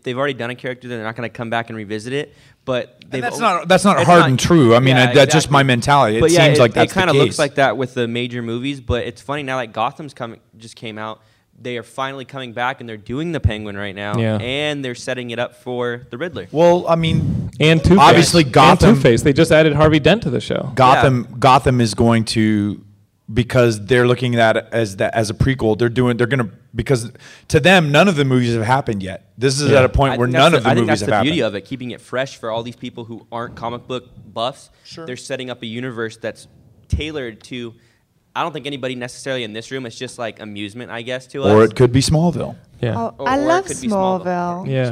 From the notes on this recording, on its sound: Live from Stan Lee's Comikaze Expo, our very first LIVE Geekscape from a comic convention!